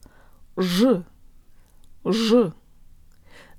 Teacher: So make sure to do a little opening if you want to sound Russian. Же is pronounced with the tip of the tongue curved upward, but with the rest of the tongue low, making lots of space in the mouth.